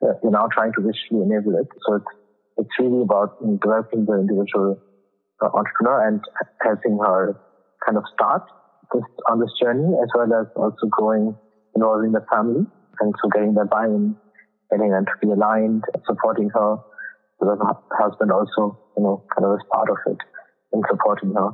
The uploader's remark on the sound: This was one of my very first recordings - so the audio quality is not as good as it should be (recorded via phone).